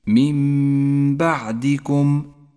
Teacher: حكم الإقلاب بعدها مباشرة: من بعدكم. قلبت النون إلى ميم لأنه جاء بعدها حرف الباء. تحتاج هذه الميم إلى غنة زمنها حركتان ولذلك لونت باللون الأخضر، وتسقط النون من اللفظ تماما ولذلك لونت بالرمادي، من بعدكم.